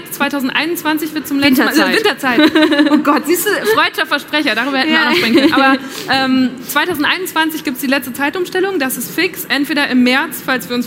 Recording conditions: live audience